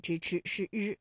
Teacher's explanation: 刚正不阿的凛然豪气。唐穆宗在召见了他之后，根据《旧唐书》的记载，即日拜右拾遗，充翰林侍书学士，迁右补阙，司封员外郎。那么这句话当中有哪些翘舌音呢？即日的日，拾遗的拾，侍书学士当中的侍、书、侍，这些呀都是翘舌音。那么大家呢在练习翘舌音的时候呢，特别容易忽略掉日作为声母的字词，那我们也再来重复一下它的发音方法。日呢是属于翘舌音的哈，也就是舌尖向上翘起，和硬腭的前部相接触，气流受阻，构成了辅音